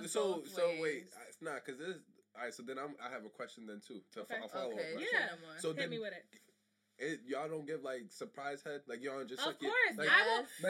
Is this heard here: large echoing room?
no